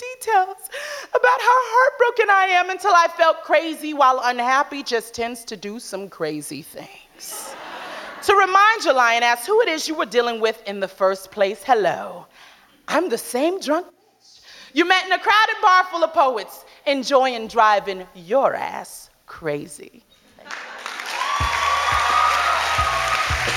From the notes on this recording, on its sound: To the stage for our first ever LIVE show! Rock San Francisco’s Brava Theatre.